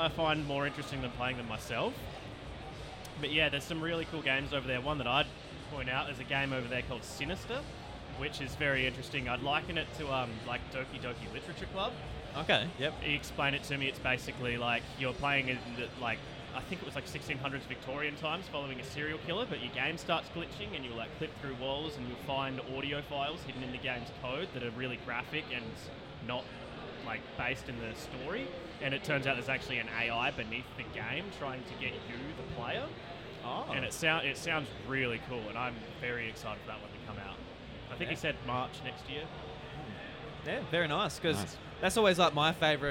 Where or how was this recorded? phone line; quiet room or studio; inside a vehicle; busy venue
busy venue